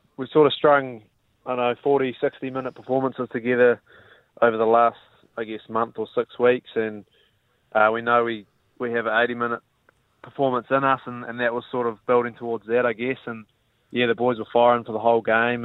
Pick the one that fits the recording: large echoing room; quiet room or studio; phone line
phone line